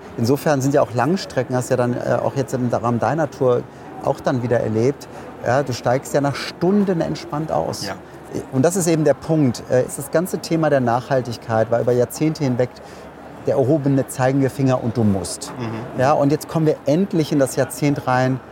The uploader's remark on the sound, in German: Rundgang über das Greentech-Festival. Erlebt mit mir Elektromobilität hautnah – in der ersten Greentech Festival Spezial-Ausgabe.